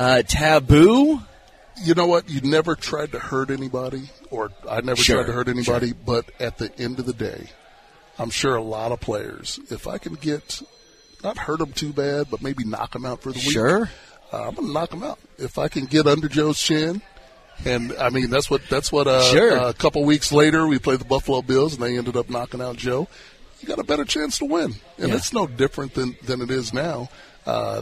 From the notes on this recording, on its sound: LIVE from Hollywood Casino!